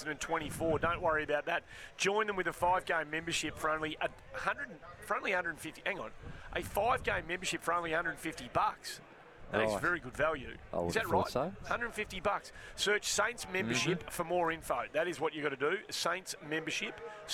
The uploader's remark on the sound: live from St Kilda v Essendon practice match